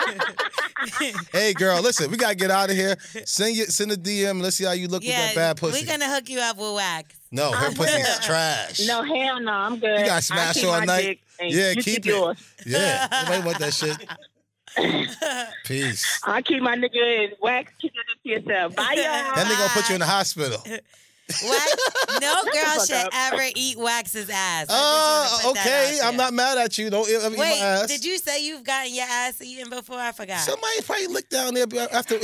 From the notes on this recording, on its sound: This episode we got some more voicemails. We opened up the phone lines to see if any of our listener are in need of advice.